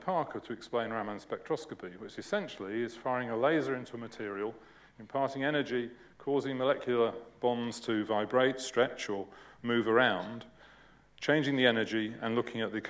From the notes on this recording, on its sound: UCL Lunch Hour Lecture